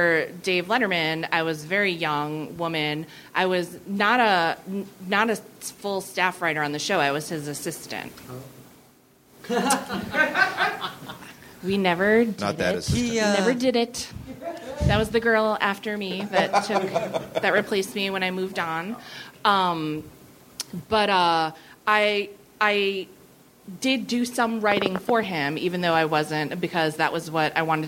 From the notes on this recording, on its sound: Live from Brooklyn! Recorded at 61Local in Brooklyn on October 1, 2012.